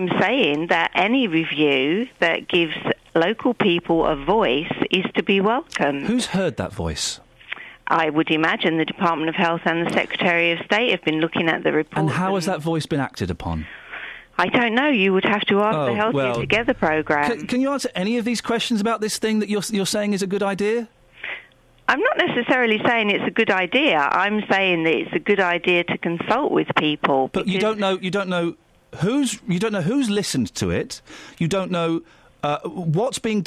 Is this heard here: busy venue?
no